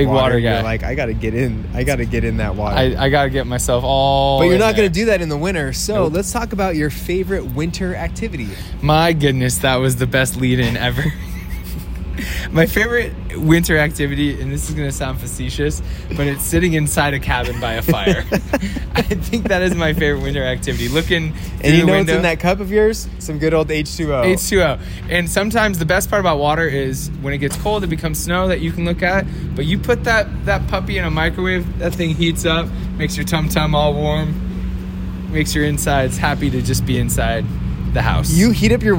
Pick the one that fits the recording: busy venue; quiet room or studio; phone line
busy venue